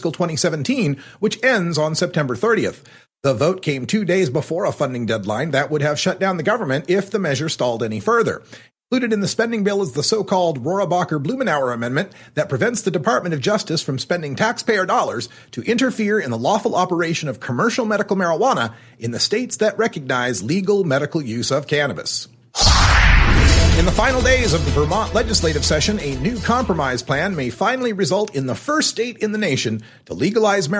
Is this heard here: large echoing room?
no